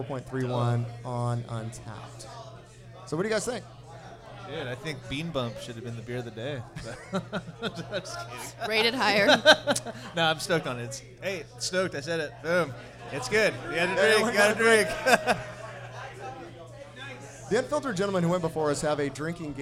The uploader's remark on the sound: Recorded live at The Local!